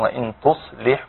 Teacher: نخلي بالنا برضو من الصفير بتاع حرف الصاد مع التفخيم طبعا